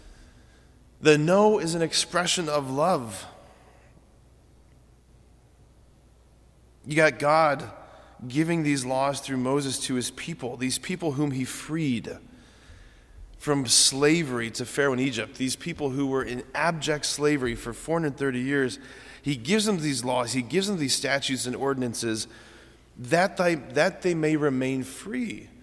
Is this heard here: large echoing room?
yes